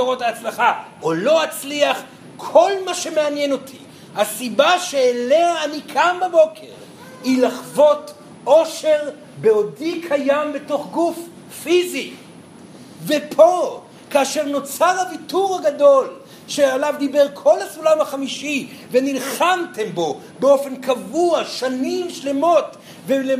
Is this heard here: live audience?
yes